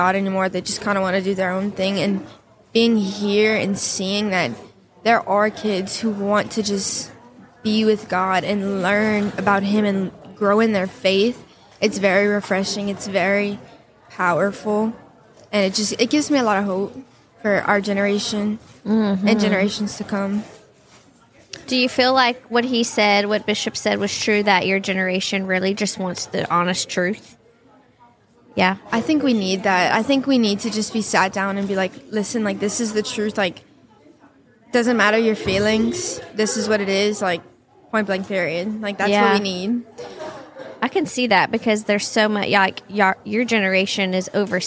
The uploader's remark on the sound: Live from Steubenville South